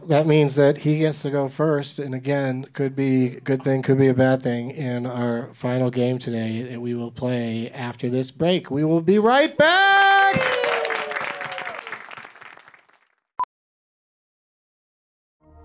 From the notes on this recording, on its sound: Live from the Dynasty Typewriter in Los Angeles